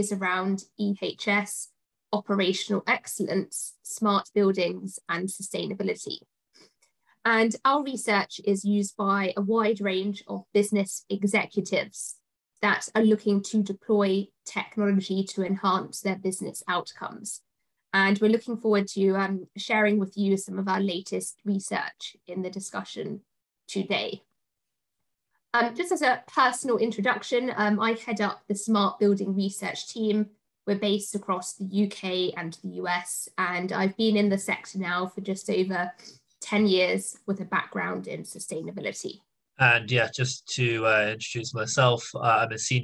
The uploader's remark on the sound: In our live Q&amp;A we answer the audience's questions on the topic. Live Webinar. In our live Q&A we answer the audience's questions on the topic.